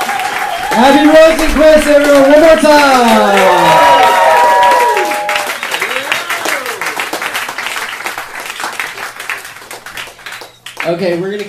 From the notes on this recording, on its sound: 2017-01-21 funny moms 4 Live Show